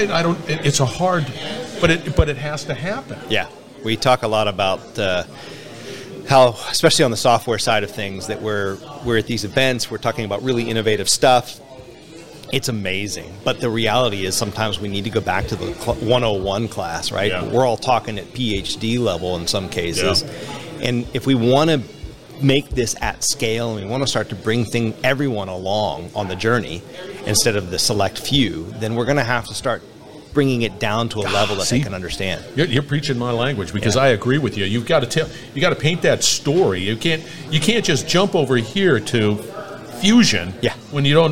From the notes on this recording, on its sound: Industrial Talk is onsite at the OMG Quarterly Standards Meeting. Industrial Talk is onsite at the OMG Quarterly Standards Meeting.